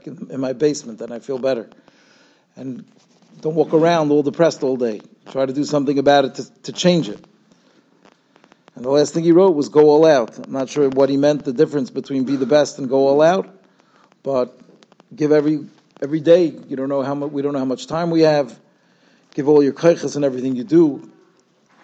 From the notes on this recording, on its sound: Shiur recorded in Yeshivas Ohr Reuven, Monsey, NY.